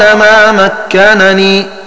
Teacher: ومعنى الأبيات قرأ ابن كثير قال ما مكنني بإظهار النون الأولى فيقرأ بنونين خفيفتين الأولى مفتوحة والثانية مكسورة، فتكون قراءة الباقين بإدغام النون الأولى في الثانية فيصير النطق بنون واحدة مشددة مكسورة قال ما مكنني.